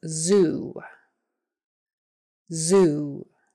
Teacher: Now remember, Z is just a voiced S. So it's made in the same place as S, with your tongue right behind your teeth. S, nice and skinny, only you turn on your voice so it tickles. · Term: Z sound